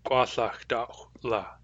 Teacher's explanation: After the plural ending dawch, the command ending we use is la with a glottalized L.